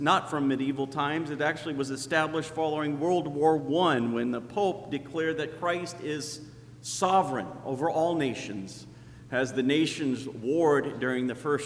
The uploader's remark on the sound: Sermon preached on Christ the King Sunday. At Zion Lutheran Church in Muscatine, Iowa.